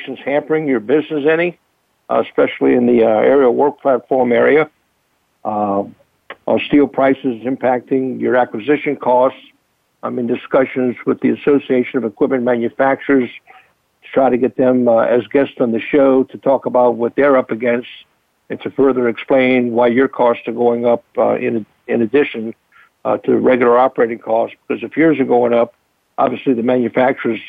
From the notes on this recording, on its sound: I will be fielding call ins